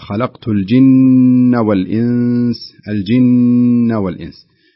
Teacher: النون مشددة يعني تغن بمقدار حركتين، يعني يقف عليها القارئ شوي كذا على النون فيقول خلقت الجن والإنس، الجن والإنس.